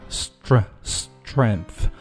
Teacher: th,这个发音的舌尖要放在上下齿之间啊，咬舌